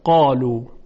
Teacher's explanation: تمام این 7 حرف دارای صدای مفخم و درشت هستند